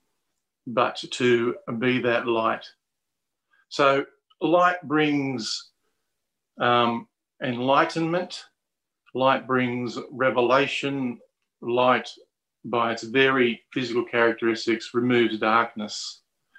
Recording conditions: video call